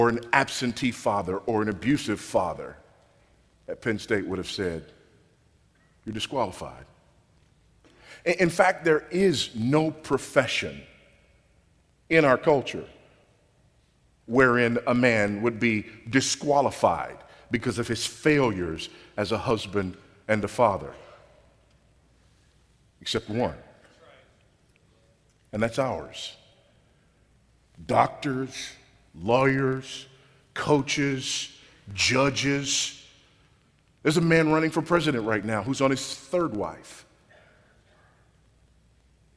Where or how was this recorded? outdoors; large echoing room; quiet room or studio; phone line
large echoing room